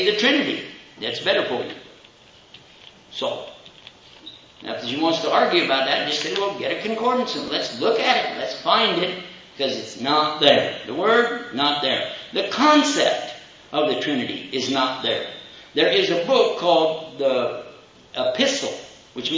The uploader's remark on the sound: Questions and Answers Session following the Lecture